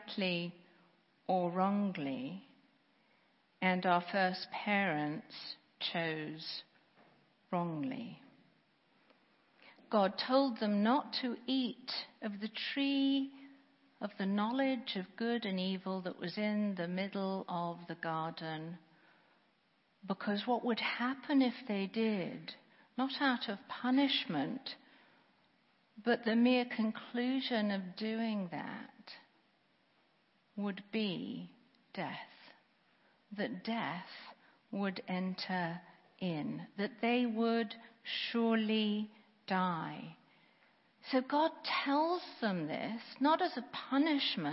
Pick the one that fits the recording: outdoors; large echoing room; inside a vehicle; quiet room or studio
large echoing room